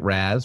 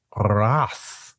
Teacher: It's basically like Raz, but the R is rolled and the Z is an S · Shown in: second take